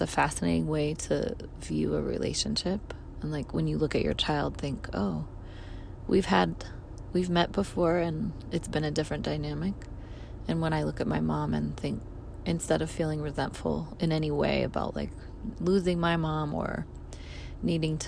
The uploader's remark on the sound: records a voice memo in her car